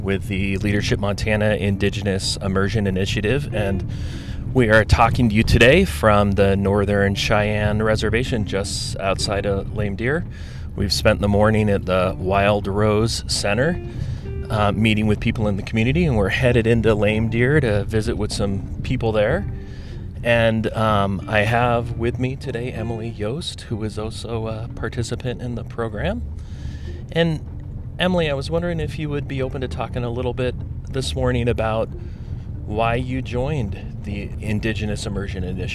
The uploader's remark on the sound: We’re featuring a car ride conversation between two participants in Leadership Montana’s Indigenous Immersion Initiative.